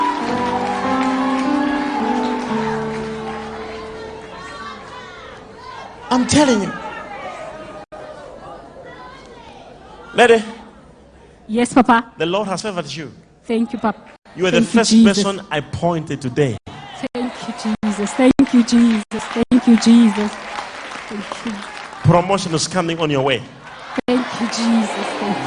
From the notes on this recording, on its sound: LIVE MID WEEK SERVICE| ECG CHURCH